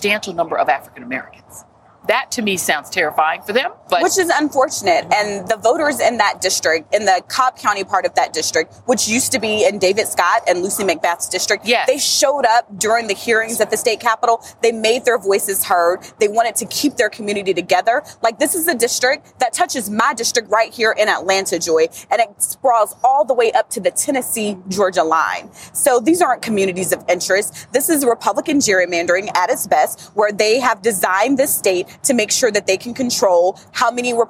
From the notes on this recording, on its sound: Live from Liberty Plaza in Atlanta near the Georgia State Capitol on the eve of Georgia's primary election.